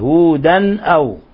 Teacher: هودا أو تنوين فتح جاء بعده الهمز، الحكم التجويدي إظهار حلقي